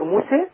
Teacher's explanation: عند الوقف موسى هنقلل لان الذي يقلل هو الالف · Term: التقليل